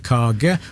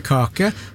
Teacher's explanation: vi har bløde konsonanter I Rogaland og sier kage og ikke kake · Shown in: first take